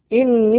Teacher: نون مشددة حكمها غنة بمقدار حركتين